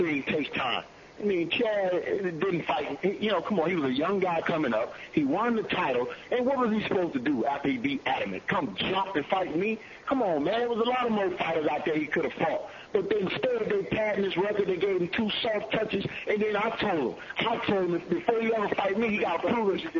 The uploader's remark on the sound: Conference Call